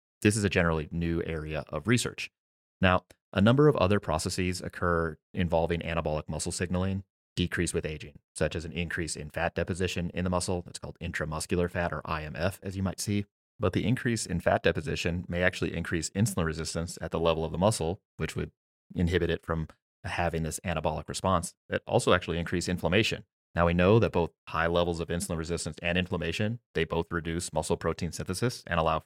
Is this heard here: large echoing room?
no